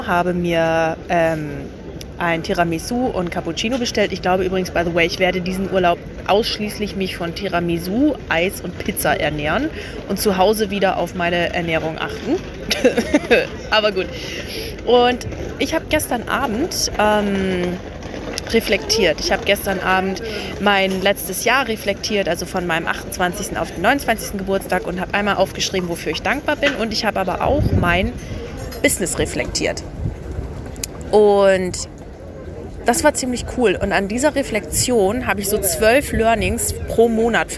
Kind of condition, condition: setting, outdoors